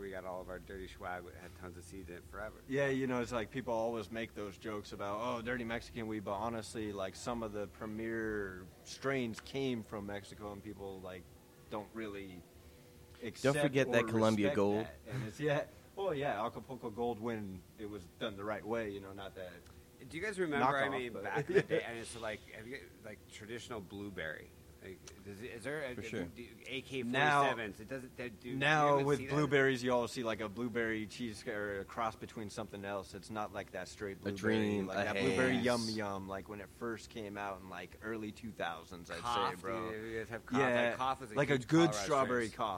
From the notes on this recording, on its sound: The crew are live at Cannabition Cannabis Museum in lovely Las Vegas Nevada.